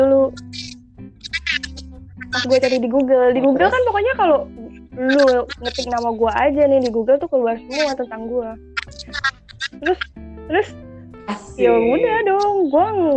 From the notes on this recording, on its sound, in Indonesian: Sorry, kualitas suara kurang bagus.